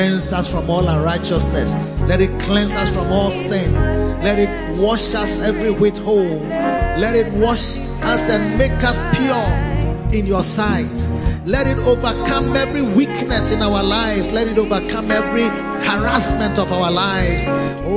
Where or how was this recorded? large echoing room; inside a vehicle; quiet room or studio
large echoing room